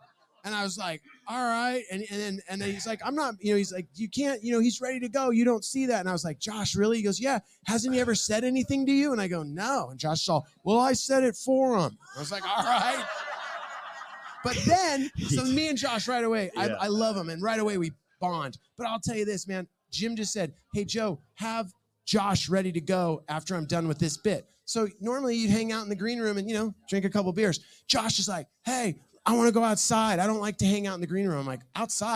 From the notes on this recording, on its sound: True Breu Weekend in Sarasota, Fl. Our first live show in front of an audience.